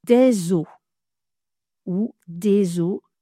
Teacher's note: au pluriel, on dit « des os » ou « des os » avec une liaison en « z ». Je dis « des os » ou « des os » parce que selon où vous vous trouvez en France, selon où les Français ont grandi, ils prononceront « des » avec un « e » ou bien « des » avec le son « e ».